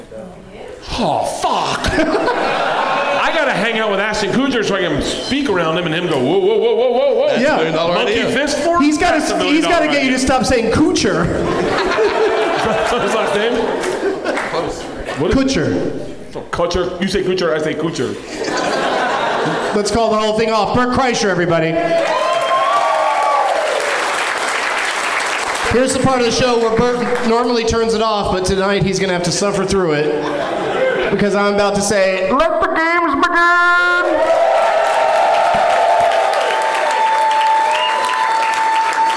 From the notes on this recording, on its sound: Live from The Improv in Fort Lauderdale.